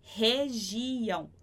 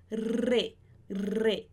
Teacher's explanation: em espanhol, esse R que está no comecinho da palavra, a gente já viu isso várias vezes, ele vai ser vibrante na pontinha da sua língua · Shown in: second take · Então, é re, re.